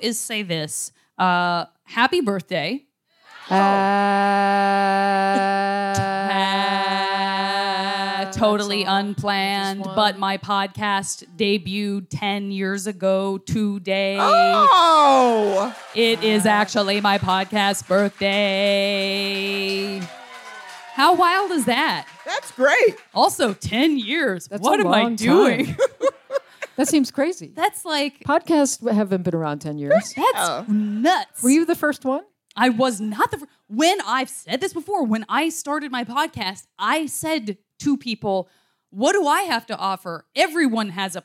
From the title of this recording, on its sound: Live from the JoCo Cruise